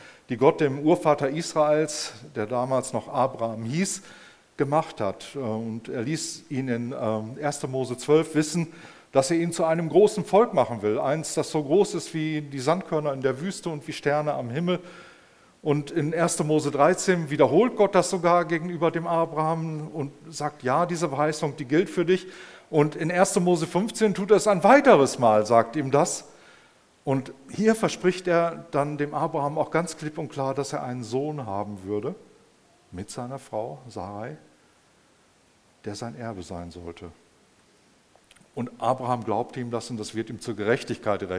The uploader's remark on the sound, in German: im Rahmen des Gottesdienst mal anders